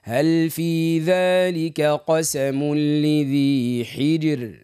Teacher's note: الراء مرققه صوتها يخرج لبرا مش يرجع لداخل